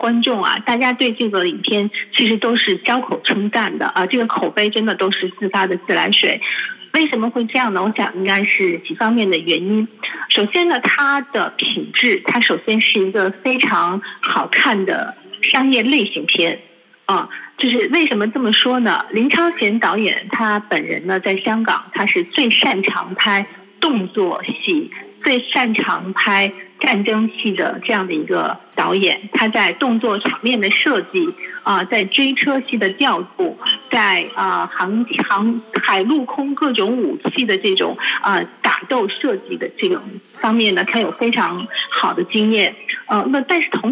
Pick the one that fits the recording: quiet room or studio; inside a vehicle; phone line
phone line